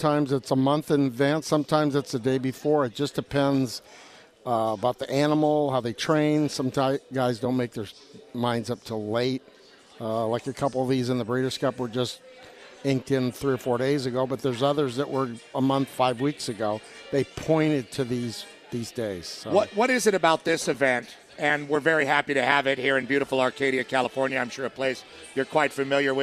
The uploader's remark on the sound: LIVE from The Breeders Cup at Santa Anita Park.